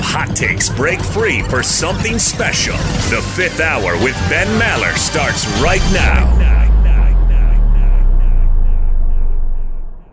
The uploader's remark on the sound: live from Super Bowl 57!